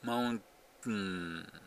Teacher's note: 喉で止めてるんじゃなくて、舌先のところで息を捕まえてます